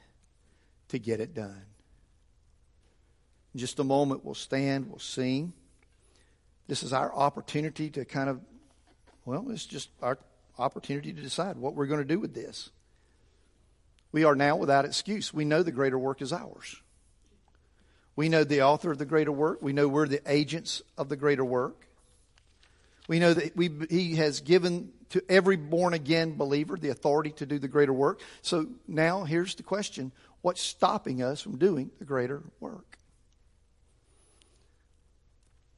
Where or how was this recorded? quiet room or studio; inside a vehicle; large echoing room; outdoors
large echoing room